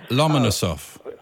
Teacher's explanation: It's a Russian name, so you have to put the stress on the penultimate syllable.